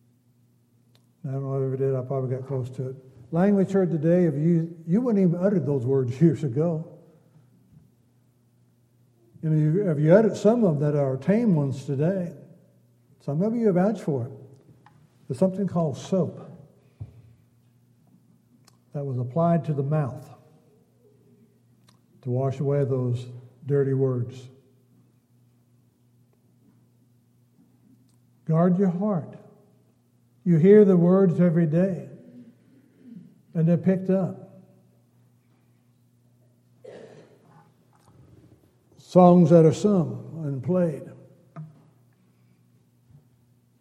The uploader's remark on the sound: Downtown Church Of Christ Audio Sermon